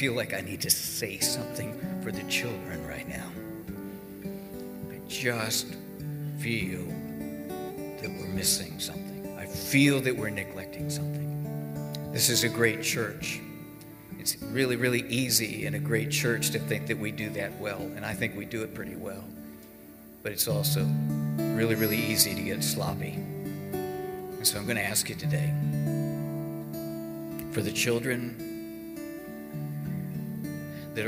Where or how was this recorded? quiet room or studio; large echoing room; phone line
large echoing room